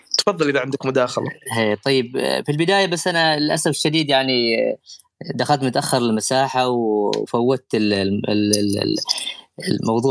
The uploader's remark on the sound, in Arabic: تسجيل لمساحة ابن رشد الأسبوعية على منصة تويتر